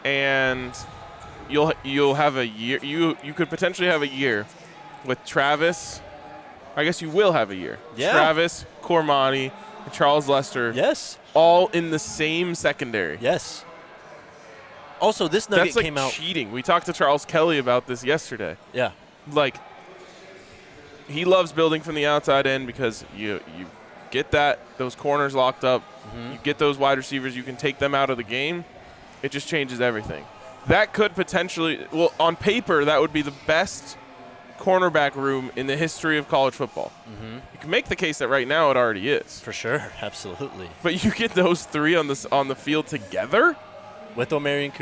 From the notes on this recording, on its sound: live from Circa Resort and Casino in Las Vegas